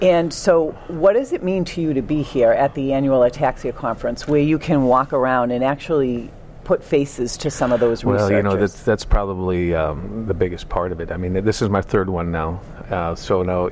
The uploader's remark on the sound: Live at #2018AAC